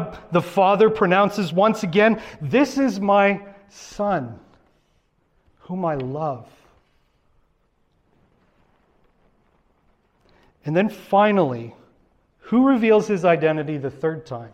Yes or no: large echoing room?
yes